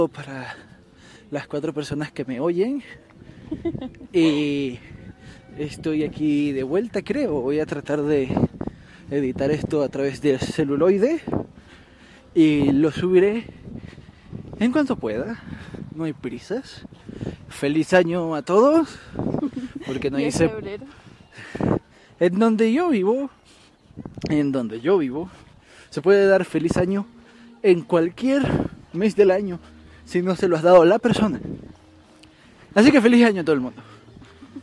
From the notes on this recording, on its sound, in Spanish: Por la mala calidad de audio, grabé con mi celular al aire libre.